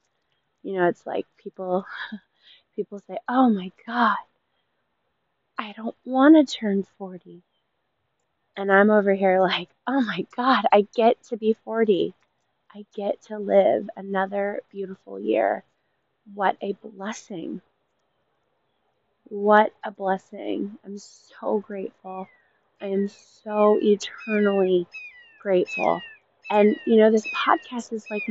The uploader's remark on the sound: This episode was made outdoors so I apologize for all the background noise